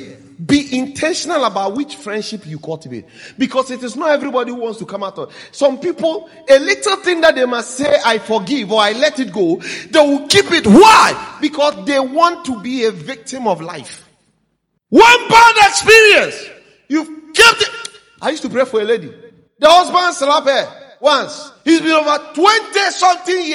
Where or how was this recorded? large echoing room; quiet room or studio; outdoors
large echoing room